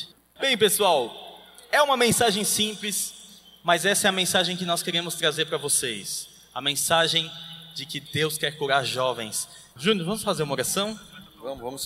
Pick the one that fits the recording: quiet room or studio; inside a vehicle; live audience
live audience